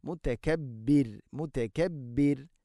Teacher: അൽ അസീസുൽ, അൽ അസീസുൽ ജബ്ബാറുൽ മുതകബ്ബിർ, മുതകബ്ബിർ എന്നല്ല, വഖഫ് ചെയ്യുമ്പോൾ മുതകബ്ബിർ, മുതകബ്ബിർ, റാഇനെ തർഖീഖ് ചെയ്യണം, നേർപ്പിച്ചുകൊണ്ട് ഉച്ചരിക്കണം